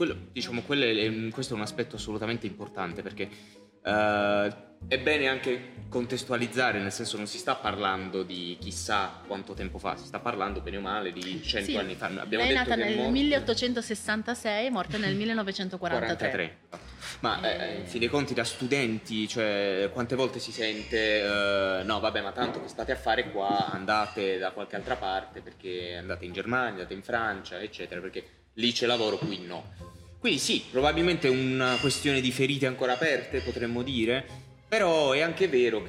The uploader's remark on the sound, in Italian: Secondo episodio speciale di prefestival in diretta dal Foyer della Cittadella degli Artisti di Molfetta. TrameContemporanee è un Festival di drammaturgia contemporanea.